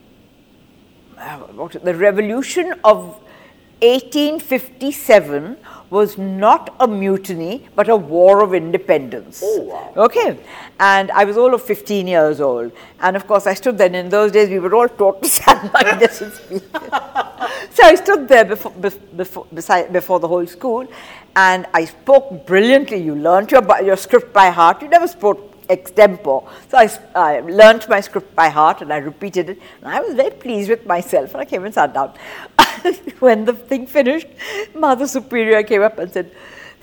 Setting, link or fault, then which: setting, busy venue